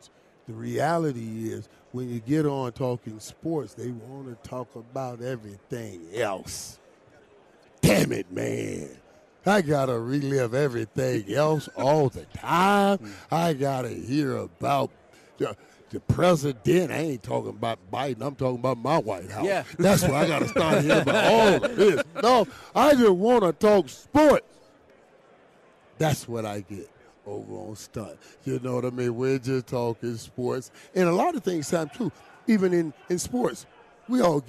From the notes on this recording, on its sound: LIVE with The K&C Masterpiece from Radio Row in Las Vegas!